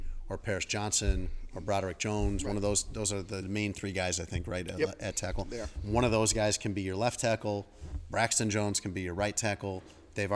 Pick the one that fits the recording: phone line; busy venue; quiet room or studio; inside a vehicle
busy venue